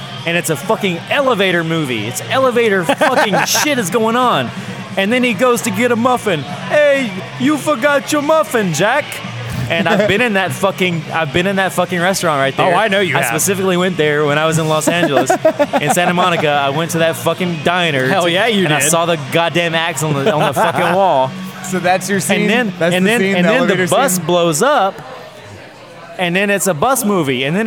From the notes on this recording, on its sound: recorded at Rocky Mountain Pizza in Atlanta, GA!